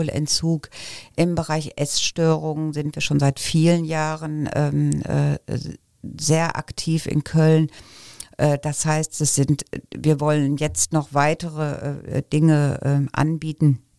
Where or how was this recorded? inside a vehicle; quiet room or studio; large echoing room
quiet room or studio